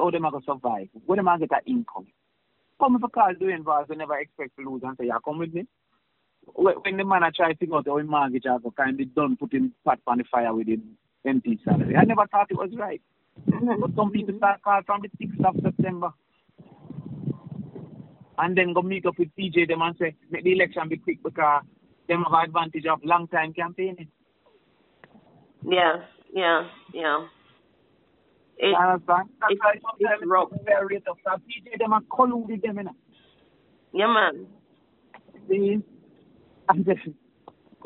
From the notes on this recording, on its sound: Viral Audio of Leaked Voice Call. Leaked telephone conversation.